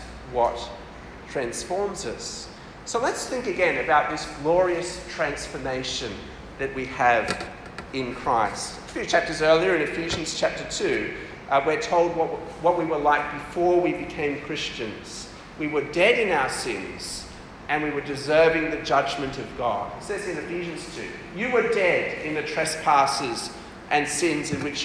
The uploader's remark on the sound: This talk was delivered for MCKL CF Camp in December 2023.